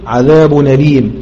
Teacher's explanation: لأن التنوين في آخر اللفظ عبارة عن نون ساكنة وهو حرف صحيح، فتنقل حركة الهمزة إلى سكون التنوين، عذاب أليم، فقرأ ورش بالنقل مطلقا أي في الحالين وصلا وإيه ووقفا.